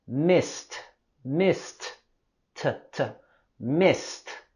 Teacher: Fíjate en la terminación ed en missed. Esto lo vamos a pronunciar con el sonido t.